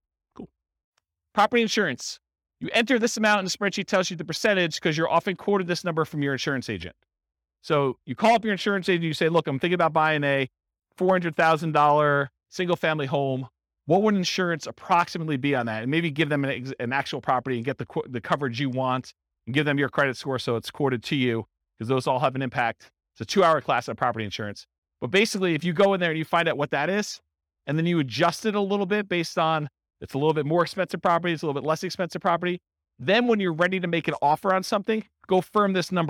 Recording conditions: live audience